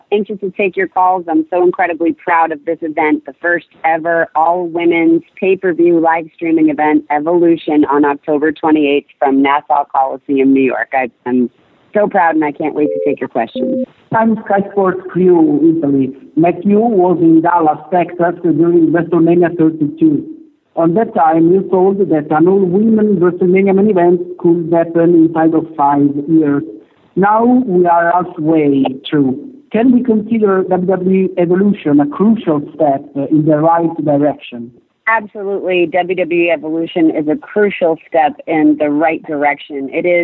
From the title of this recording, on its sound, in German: am Telefon